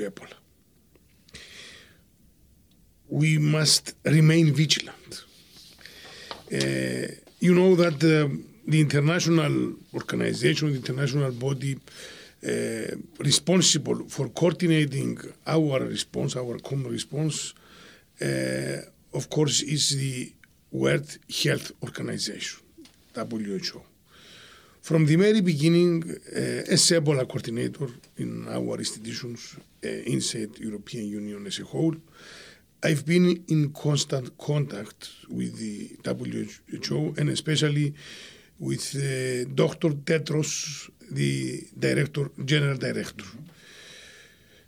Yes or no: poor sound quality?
no